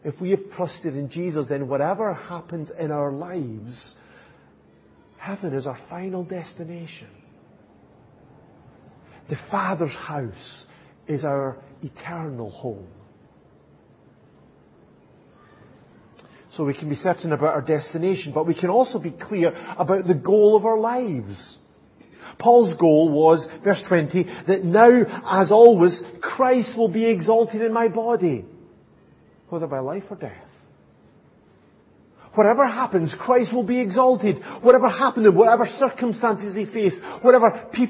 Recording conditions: large echoing room